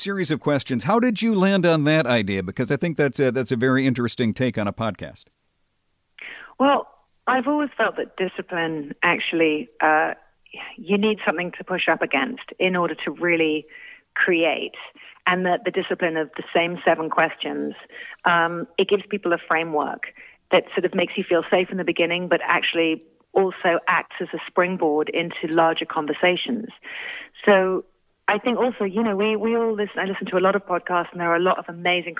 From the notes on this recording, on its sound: called in for a chat